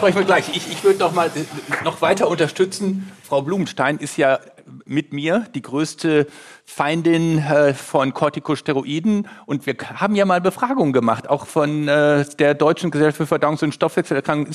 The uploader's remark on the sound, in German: Live von der DGVS